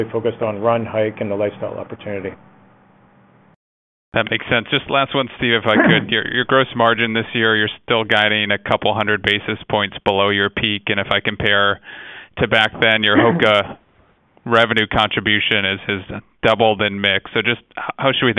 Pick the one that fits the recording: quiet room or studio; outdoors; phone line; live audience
phone line